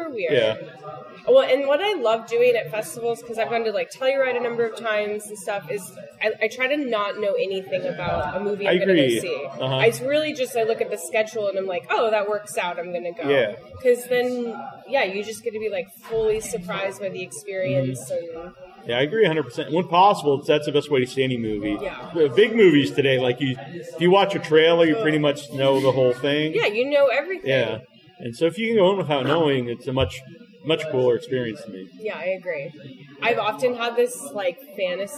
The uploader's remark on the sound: On location in Cambridge for The Boston Underground Film Festival. On location in Cambridge for The Boston Underground Film Festival. In person interview from BUFF 2019.